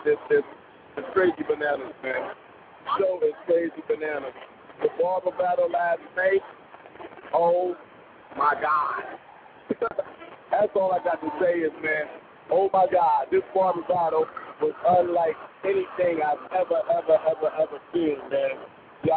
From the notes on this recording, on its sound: BarberZone Radio LIVE from Bronner Brothers Show.